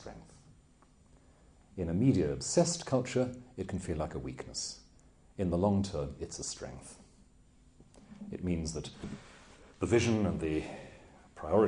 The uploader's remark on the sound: Took place in October 2008 at the University of Chichester Bishop Otter Campus. Below is a recording of the Q&A session after the lecture.